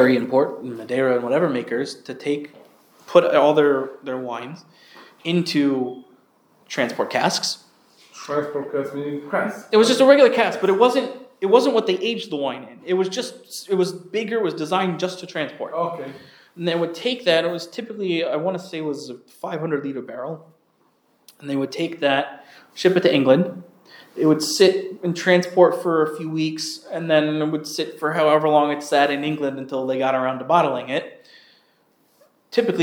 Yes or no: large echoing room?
yes